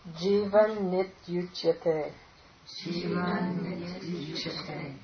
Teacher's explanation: Jivan iti uchate. The nakara doubles there because it's preceded by a short vowel. Mm-hmm. So it's jivan, that is short, so you're going to get a doubling of the nakara.